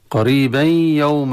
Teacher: إدغام التنوين في الياء، إدغام بغنة